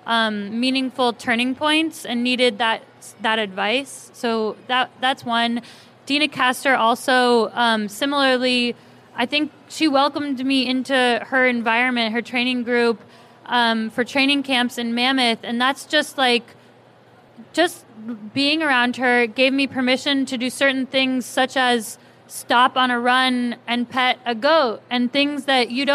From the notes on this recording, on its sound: For a live show at the Houston Marathon.